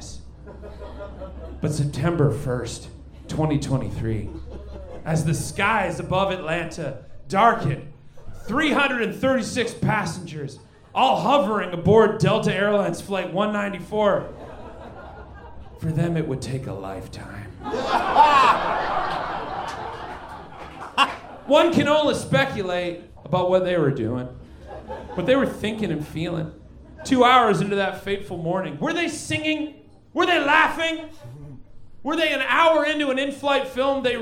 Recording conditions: live audience